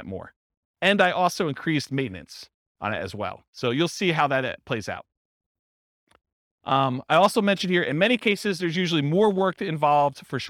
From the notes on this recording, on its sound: This was a live class recorded